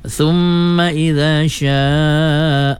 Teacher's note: nun mati lagi jumpa syin, wajib gunnah, dua harkat ya.